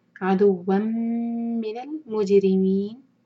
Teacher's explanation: تنوین کے بعد میم ہے ادغام کریں گے میم کو ہولڈ کریں گے دو سیکنڈز عَدُوًّا مِنَ الْمُجِرِمِينَ جیم پر قلقلہ اور یہاں رکیں گے تو